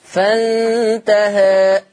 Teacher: التقليل اقرب للفتح يعني ما بيبقاش ملحوظ قوي